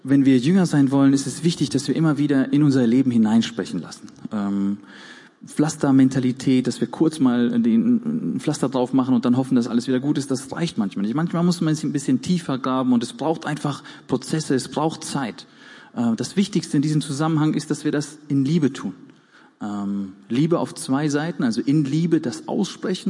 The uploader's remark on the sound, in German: Gottesdienst der Kirche für Bonn